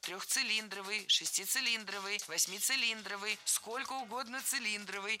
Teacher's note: Всегда ударение ставим на слог «ли», как и в исходном прилагательном без первой части «цилиндровый».